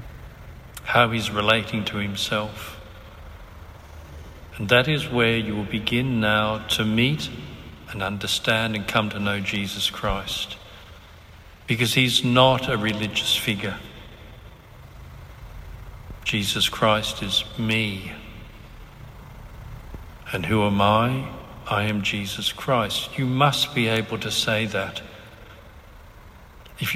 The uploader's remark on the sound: Recorded on 9 April 2019 at St Carthage's Catholic Cathedral, Lismore, New South Wales, Australia